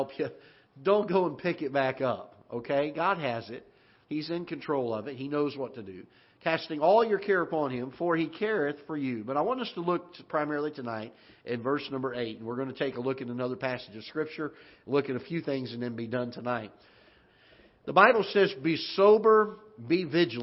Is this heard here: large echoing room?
yes